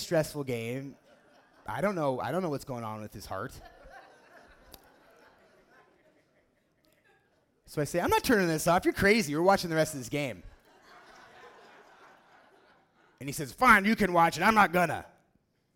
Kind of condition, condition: setting, live audience